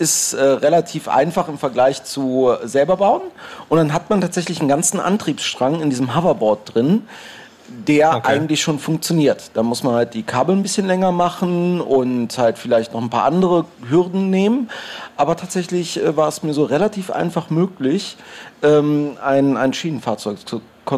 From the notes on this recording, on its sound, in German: Chaos Communication Camp 2019. Es ist wieder Camp und das Chaosradio ist zu Gast, live on tape auf der Three-Headed-Monkey-Stage.